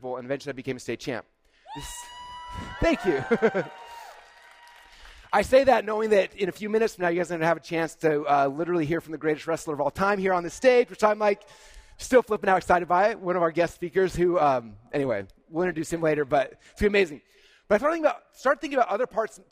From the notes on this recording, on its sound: This was my keynote presentation at Funnel Hacking LIVE 2022